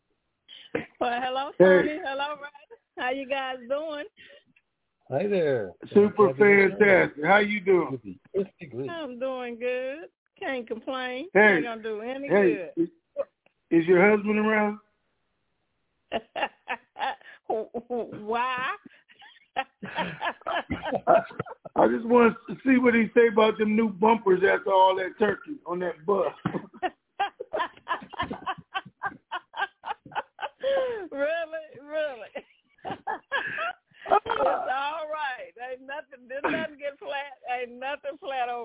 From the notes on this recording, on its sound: TNTSuperfantastic Conference Call